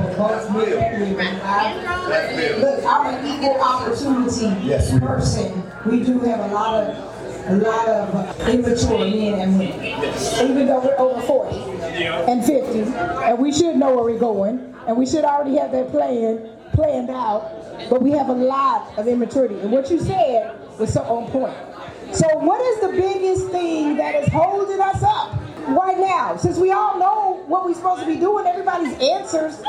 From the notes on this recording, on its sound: This is the first live event day party Meet- Mix- Mingle and Match. It was full of interviews, dancing, and fun.